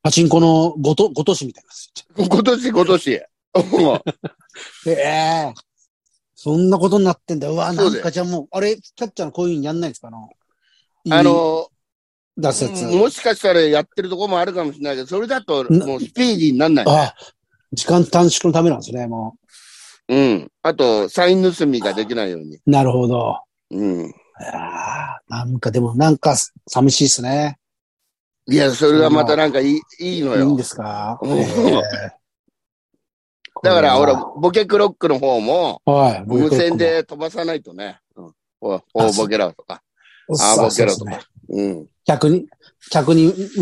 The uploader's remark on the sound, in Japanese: ZOOMで収録